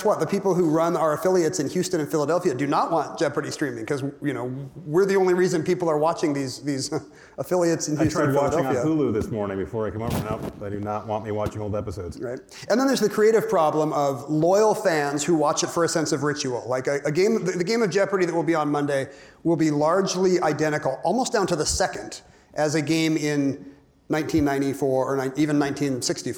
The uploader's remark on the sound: from the 2023 Crosscut Ideas Festival